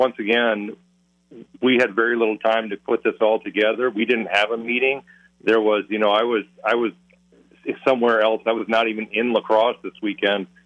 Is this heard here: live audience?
no